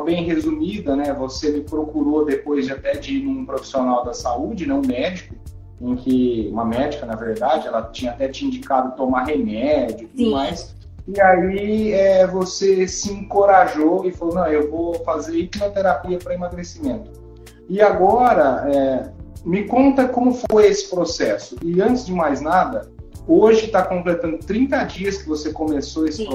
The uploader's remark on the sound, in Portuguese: Esse episódio foi gravado em uma live no Instagram